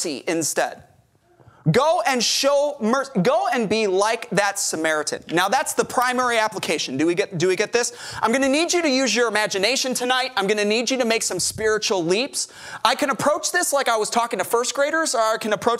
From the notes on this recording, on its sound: Our services are live streamed every week from our church in Corpus Christi, Texas.